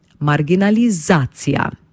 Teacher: Ko jo izgovarjamo, poudarjamo tretji zaporedni samoglasnik A